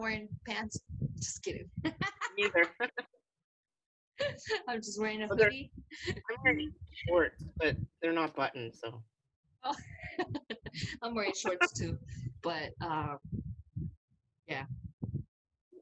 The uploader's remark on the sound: Technical Difficulties... Sorry about your ears...